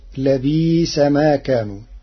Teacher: قرأ ورش كلمة لبئس في الآيتين بالإبدال تخفيفا، فتصير لبئس ما كانوا.